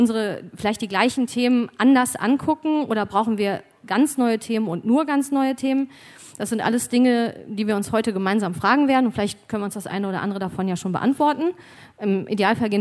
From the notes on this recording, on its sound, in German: Antworten gibt es in Inspirationstalk und einer anschließenden Diskussion. 2018 im RP-Zelt beim Campfire-Festival in Düsseldorf.